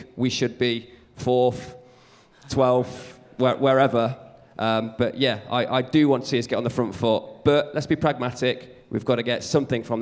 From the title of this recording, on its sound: GARIBALDI RED LIVE! | SOLD OUT SHOW IN FULL